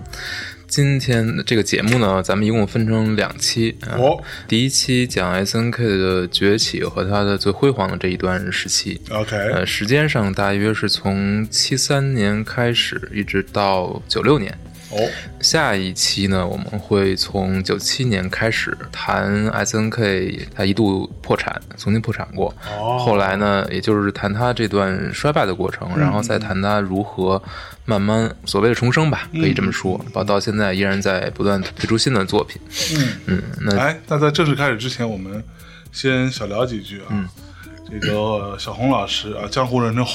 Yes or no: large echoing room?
no